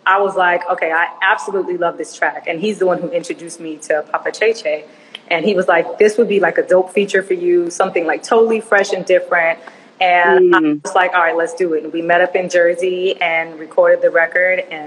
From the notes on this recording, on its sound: special Instagram Live #WFH edition